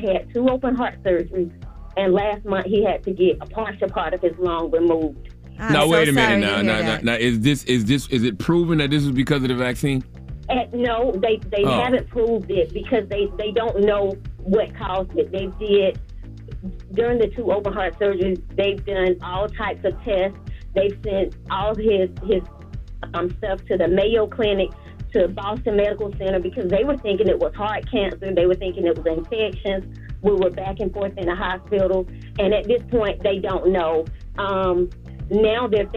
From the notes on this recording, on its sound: Today on the show we opened up the phone lines to see what our listeners thought.